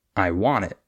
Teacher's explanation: So instead of stressing the I, we would stress the want.